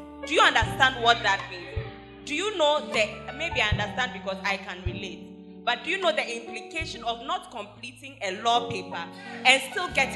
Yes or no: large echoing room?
yes